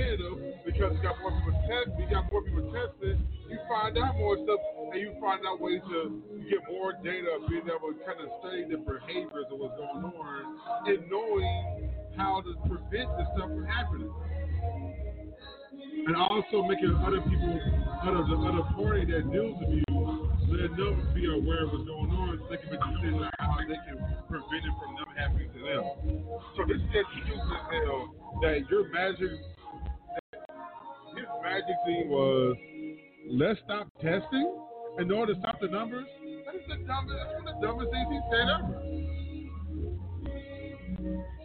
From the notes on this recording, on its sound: Live From Pinups Cabaret. Life After Dusk Live in Pinups Cabaret!